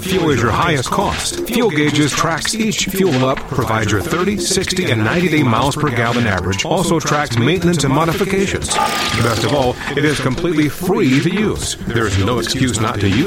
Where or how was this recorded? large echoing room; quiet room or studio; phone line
phone line